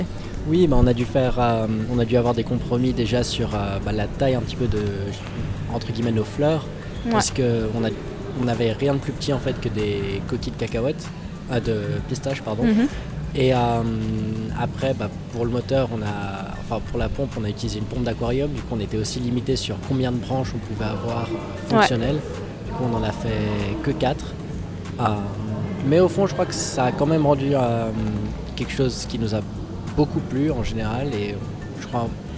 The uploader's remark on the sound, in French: Fréquence Banane était dans le hall de l’université Dufour à Genève pour couvrir la première journée du Festival Histoire et Cité. Un live de six heures.